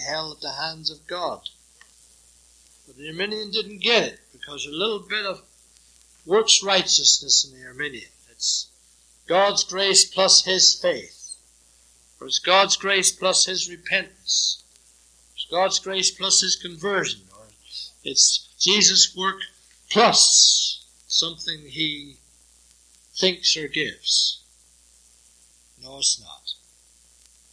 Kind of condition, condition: setting, large echoing room